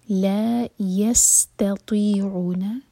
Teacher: سین ساکن پر سیٹی والی آواز آنی چاہیے